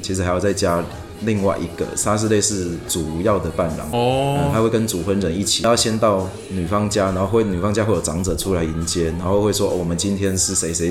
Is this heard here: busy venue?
yes